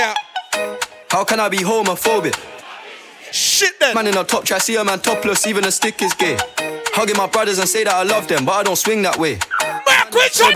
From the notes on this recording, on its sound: Live Audio From ''She Yuh Bad From Which Part ?